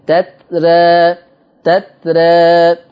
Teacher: يلزم من تقليل الألف المادية ترقيق الراء فتقرأ تترى، طبعا حفص بيفخم تترى لكن ورش هيقلل الألف تترى تترى هكذا.